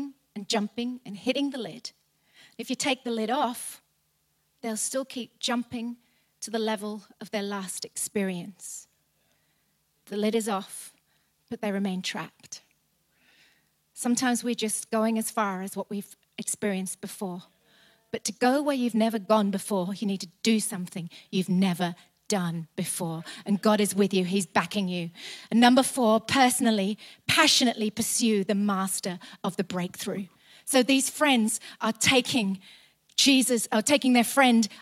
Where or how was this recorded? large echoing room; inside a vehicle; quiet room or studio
large echoing room